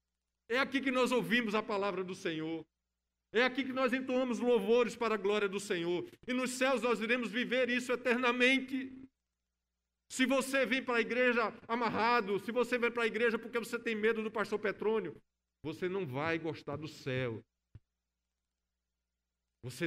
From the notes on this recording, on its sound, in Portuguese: No culto presencial e transmitido ao vivo no domingo (26/09/2021) à noite (18h), com público limitado a 70% conforme decreto do governo do estado de PE devido à Pandemia da COVID-19.